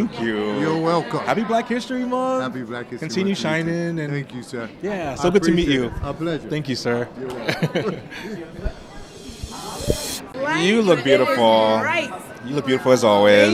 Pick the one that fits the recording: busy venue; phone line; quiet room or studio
busy venue